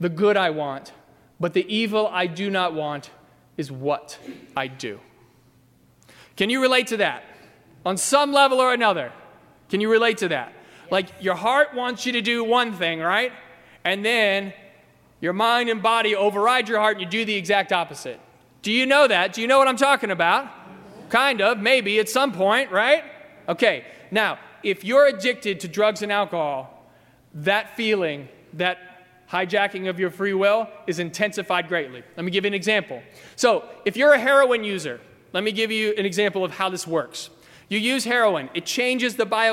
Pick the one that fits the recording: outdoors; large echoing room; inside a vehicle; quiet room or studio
large echoing room